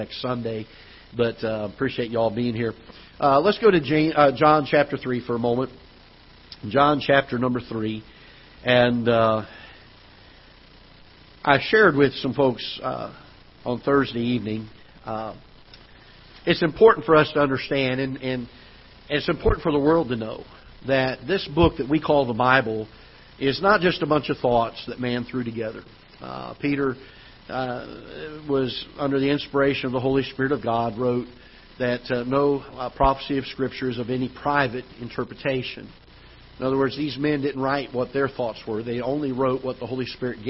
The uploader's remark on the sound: Ketha Heights Baptist Church ~ Live Broadcast